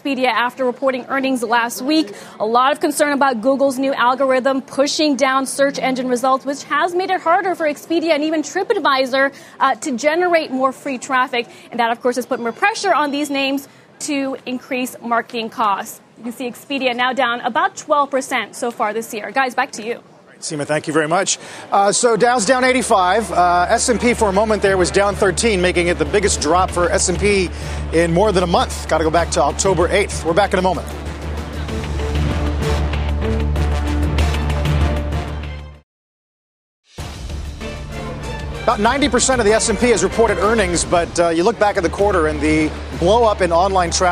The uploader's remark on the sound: live to Hangzhou, China and Alibaba’s blowout Singles’ Day event